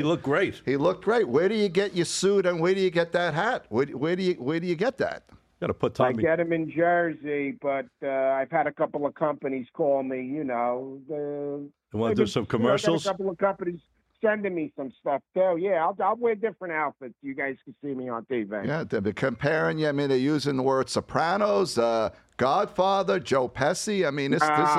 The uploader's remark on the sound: a guest phone call